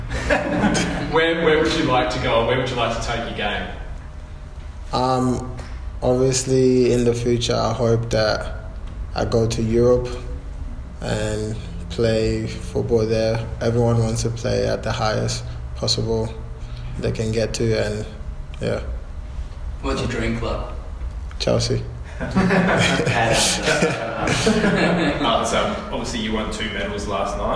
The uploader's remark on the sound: post-FFA Cup Final 2019 press conference